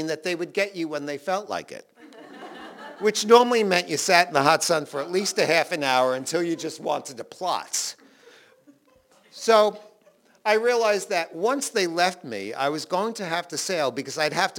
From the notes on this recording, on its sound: Recorded live in Provincetown, Massachusetts at WOMR Davis Space.